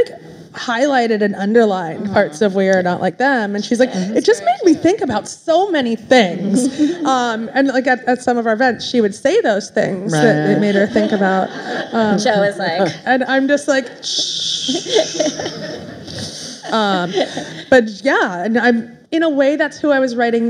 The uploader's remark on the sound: live at Barnes & Noble Union Square